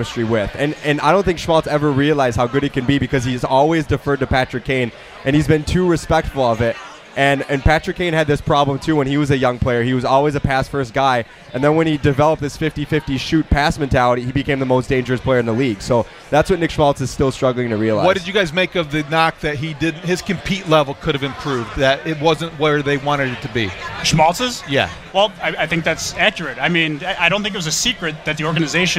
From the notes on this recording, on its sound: SportsTalk Live is on location at the United Center for Blackhawks Authentic Fan Night.